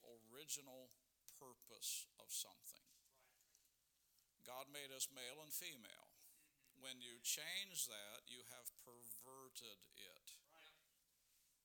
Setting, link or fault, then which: setting, large echoing room